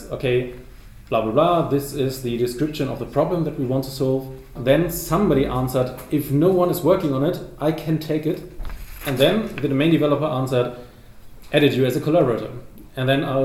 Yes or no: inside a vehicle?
no